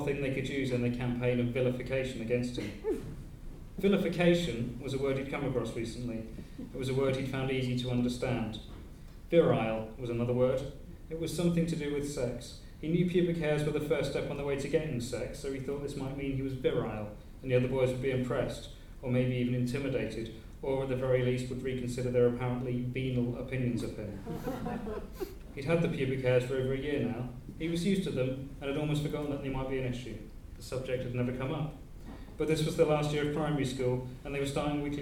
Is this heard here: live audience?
yes